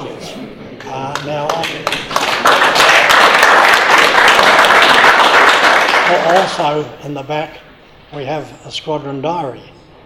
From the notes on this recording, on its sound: live at the Wings Over New Zealand Forum Meet